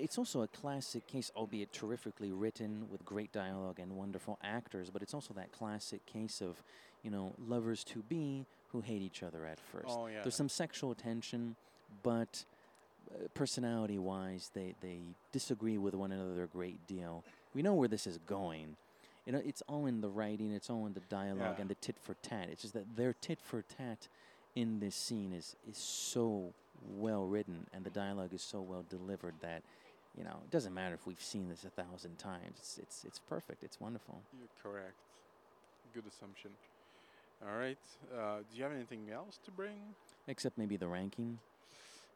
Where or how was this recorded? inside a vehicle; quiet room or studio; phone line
inside a vehicle